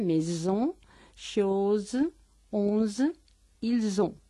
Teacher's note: Zzz, maison, es intervocálica, esa es intervocálica, maison, chose, onze, ils ont. Es la S sonora, la fricativa dental sonora.